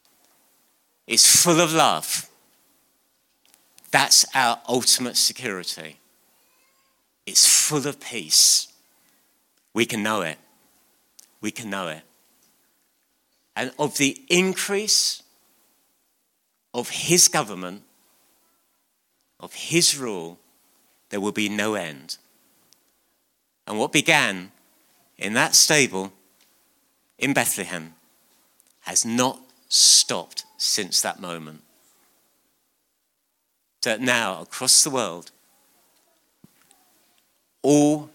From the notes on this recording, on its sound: on 22nd December 2019 at King's Church, Cockermouth.